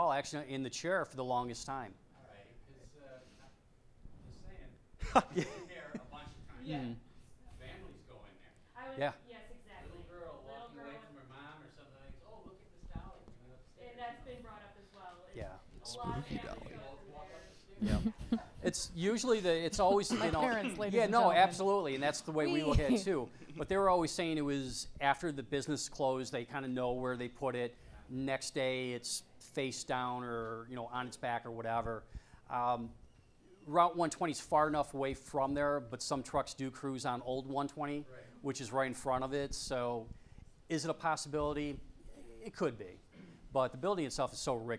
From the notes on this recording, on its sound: Spooky Time LIVE! with Ghost Land Society At Club M81.